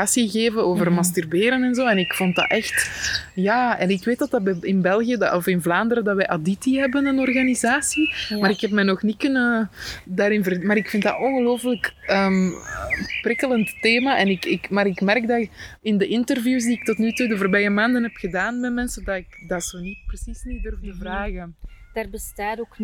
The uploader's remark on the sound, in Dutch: Guislain museum ging ik een tijdje geleden in gesprek. De wind saboteert hier en daar een beetje de opname.